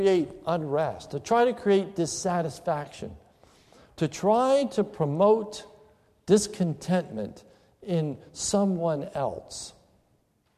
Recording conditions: large echoing room